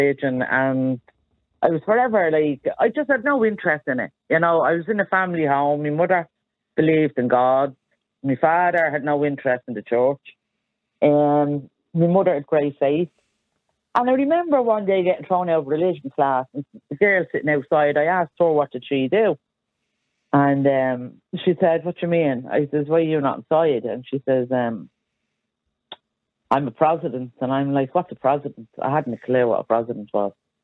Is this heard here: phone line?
yes